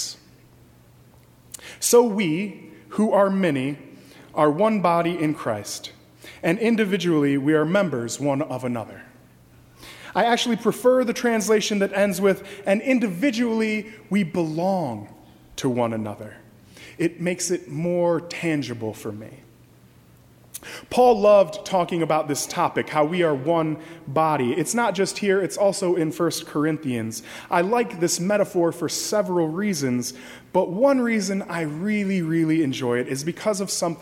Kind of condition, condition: setting, large echoing room